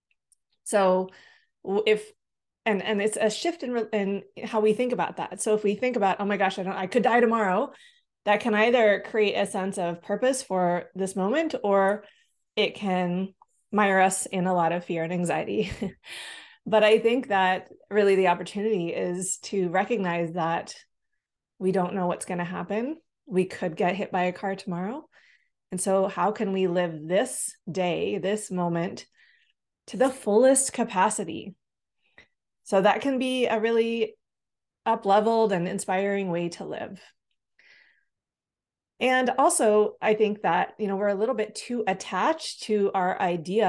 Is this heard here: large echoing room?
no